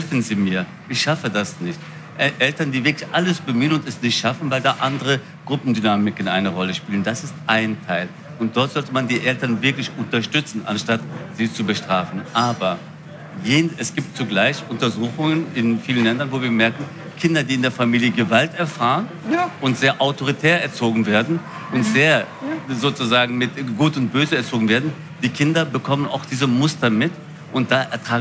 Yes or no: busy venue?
yes